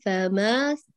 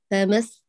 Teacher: الألف المادية ستسقط لالتقاء الساكنين، فبالتالي سيكون انتقالك من الميم المفتوحة إلى السين · Shown in: second take